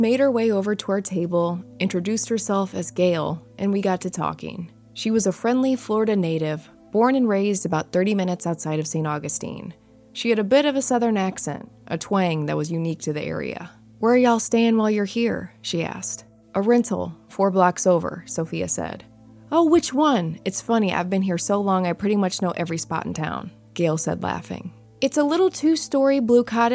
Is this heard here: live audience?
no